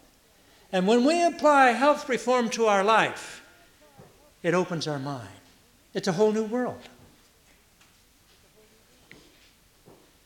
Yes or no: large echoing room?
yes